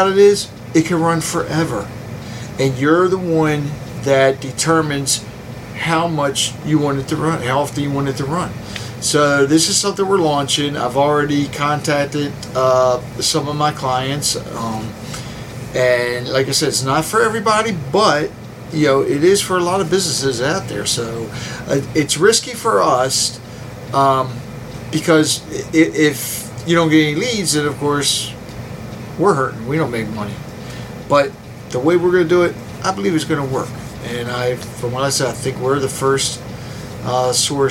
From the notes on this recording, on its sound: spoke with different Artists at the first Joppatowne Arts Festival